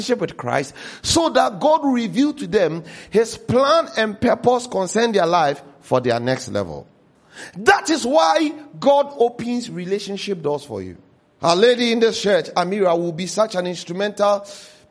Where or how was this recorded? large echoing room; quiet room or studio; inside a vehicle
large echoing room